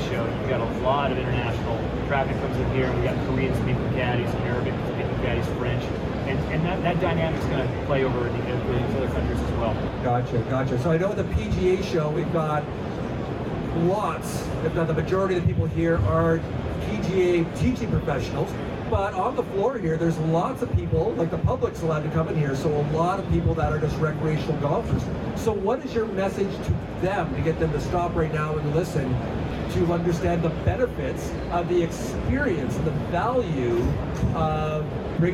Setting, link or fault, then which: setting, busy venue